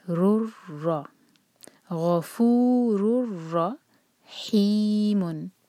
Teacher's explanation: تو ہم غفور یہ آواز نہیں آنی چاہیے، ایسی آواز نہیں نکالیں گے. را کو اسٹرانگ پڑھیں گے لیکن ایک سے زیادہ تکرار نہیں کریں گے